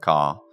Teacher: Il fatto che pronunciamo una R, in America diciamo tipo car e non car, per dire, sì. Questo sviluppo a Londra e in Inghilterra in genere, che si chiama non rotico, senza roticismo, senza la R finale